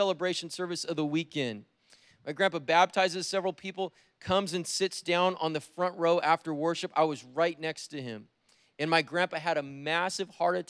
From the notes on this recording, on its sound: preached on January 16th at the 11:30AM service